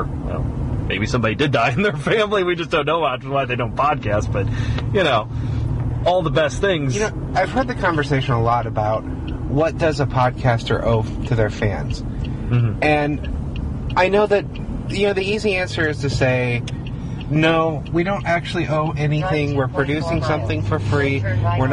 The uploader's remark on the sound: A sort of blog they do during the car ride to the weekly recordings. This one they did with audio only.